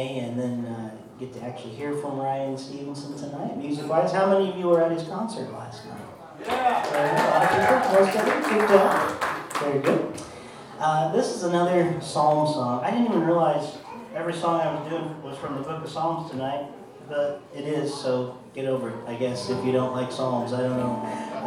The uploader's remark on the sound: LIVE from The Depot Coffee House. On the podcast this week we have an exclusive live show. Recorded at The Depot Coffeehouse in Urbana Ohio.